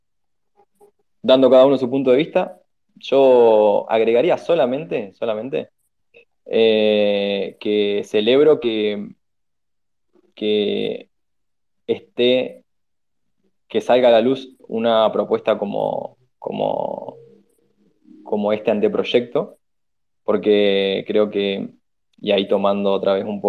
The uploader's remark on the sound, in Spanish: El evento fue grabado el 14 de noviembre de 2023, vía Twitter Spaces.